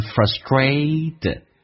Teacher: 那么 tr 发成 dr，因为前面是一个 s。那么变成 frustrated，第二个 t 要发成 d 这个发音